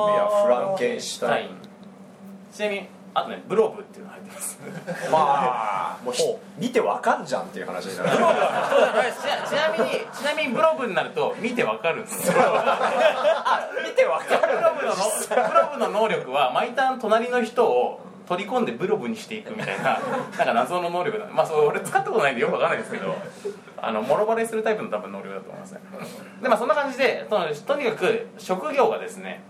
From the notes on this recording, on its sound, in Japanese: 第34回は初の公開収録！トークイベント「ボっぱいサミット2011」にて行われた収録のため、MC4名、お客様多数という大変騒々しい……もといライブ感あふれる内容でお送りします！